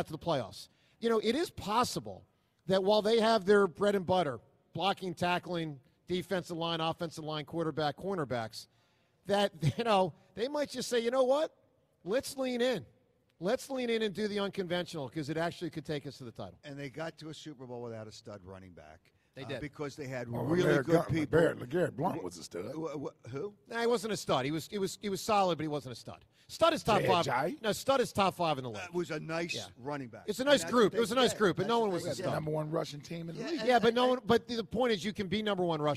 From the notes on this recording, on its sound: broadcast live from the Linc.